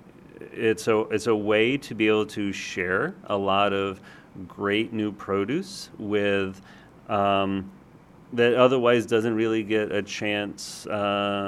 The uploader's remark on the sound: On location in Davis, California at Cucurbitaceae 2018